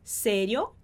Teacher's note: a gente tem um R só entre duas vogais, entre o E e o I. Então, a gente vai fazer o som mais simples, o som mais fraco.